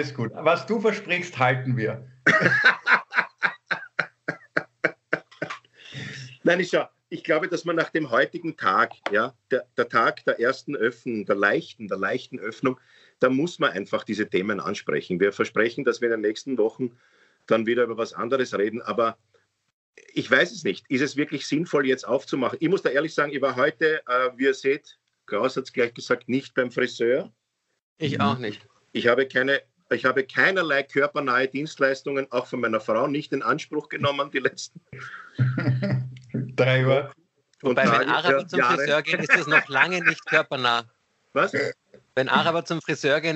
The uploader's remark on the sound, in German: Aufzeichnung einer ZOOM Session.